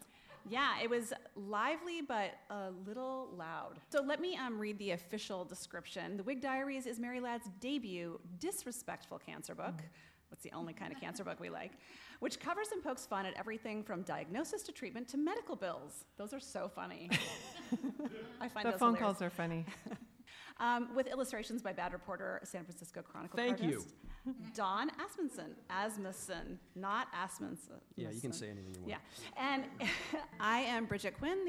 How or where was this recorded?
live audience